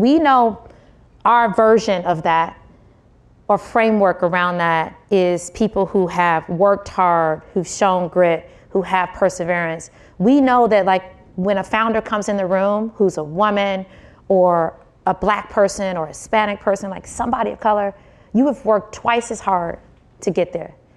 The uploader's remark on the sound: Recorded live from the Concrete Rose Summit in Menlo Park, CA.